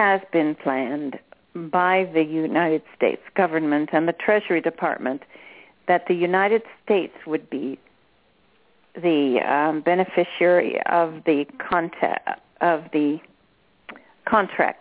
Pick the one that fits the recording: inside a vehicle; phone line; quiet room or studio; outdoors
phone line